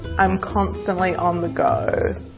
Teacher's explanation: the vocal folds are shortened and slack, so they close together completely and pop back open with a little jitter as the air comes through. That popping, jittery effect gives it a characteristic sizzling or frying sound. · Term: vocal fry